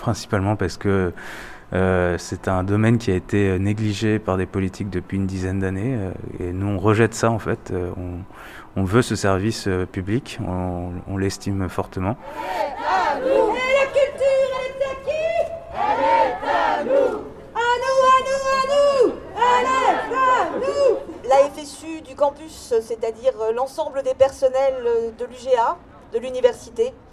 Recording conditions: outdoors